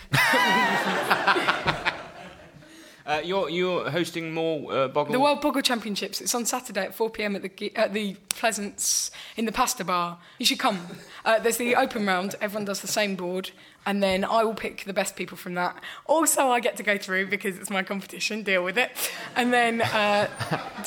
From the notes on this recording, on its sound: Edinburgh festival podcast: The Guardian Live at the Gilded Balloon. Live on stage for some standup.